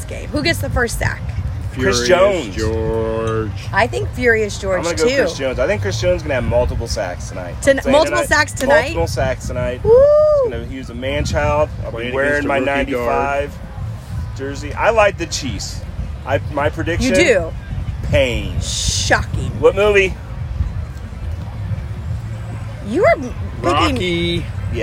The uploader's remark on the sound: We are live from Arrowhead!